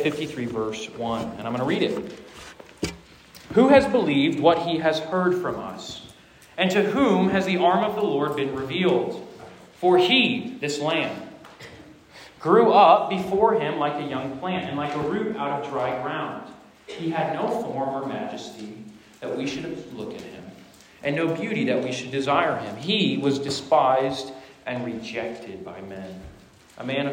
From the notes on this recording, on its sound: Preaches at Rooted Retreat 2023. This sermon was preached to a Junior + Senior High audience.